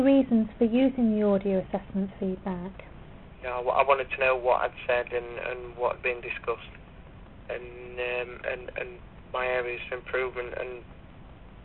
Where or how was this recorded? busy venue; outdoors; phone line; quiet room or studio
phone line